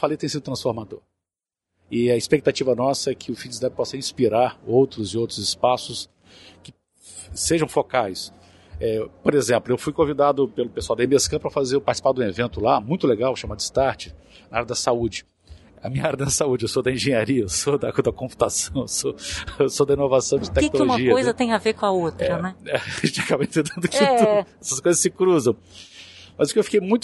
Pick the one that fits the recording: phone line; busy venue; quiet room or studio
busy venue